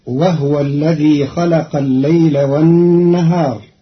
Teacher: قرأ قالون كلمة وهو بإسكان الهاء